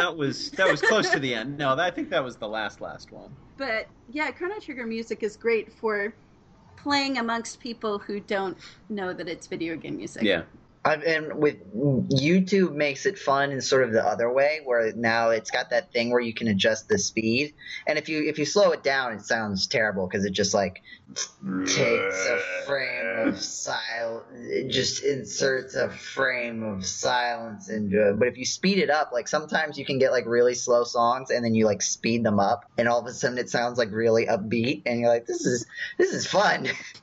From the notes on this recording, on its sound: through a Skype filter